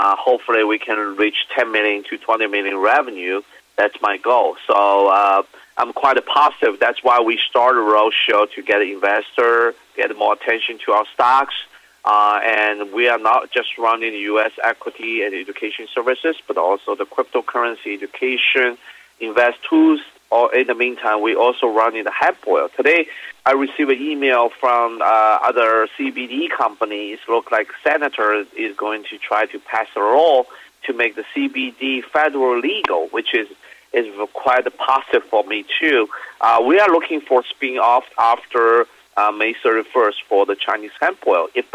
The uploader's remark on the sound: called in to SmallCapVoice.